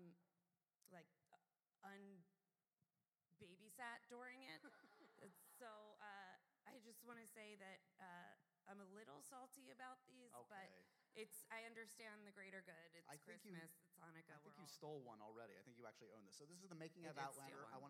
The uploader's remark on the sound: Live episode! We finally went live for a fun holiday special taped at the Bell House in Brooklyn!